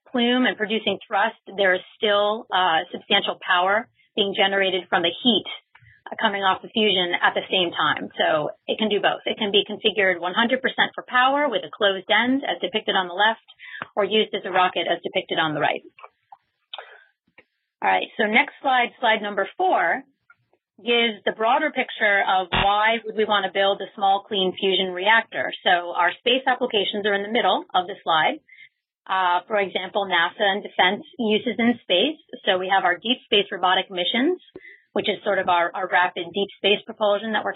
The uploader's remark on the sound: This talk was featured on the May 29 Future In-Space Operations weekly teleconference